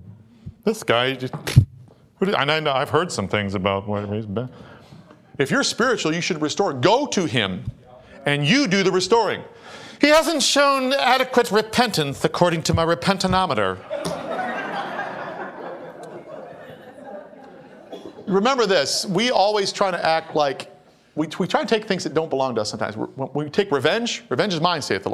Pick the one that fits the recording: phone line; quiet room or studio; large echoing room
large echoing room